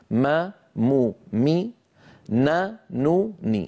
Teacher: أنقص ما تكون يعني أقصر ما تكون في الميم والنون المتحركتين · Term: أقصر الغنن